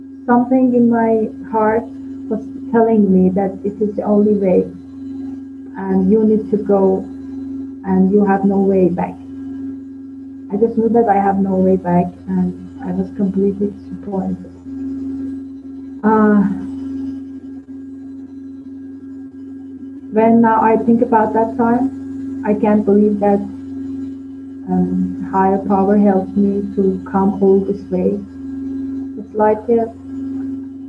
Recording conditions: video call